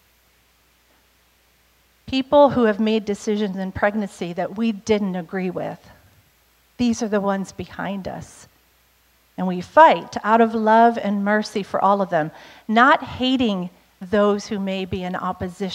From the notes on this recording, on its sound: Was recorded on Sanctity of Human Life Sunday , January 22nd, 2023, during service at The Anchor Church in Rockport, Maine. Was recorded on Sanctity of Human Life Sunday , January 22nd, 2023, during service at The Anchor Church in Rockport, Maine.